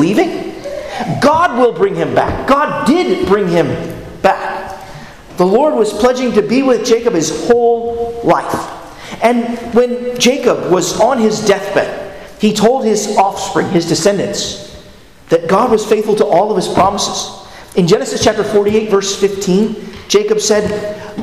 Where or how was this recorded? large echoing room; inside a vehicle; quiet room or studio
large echoing room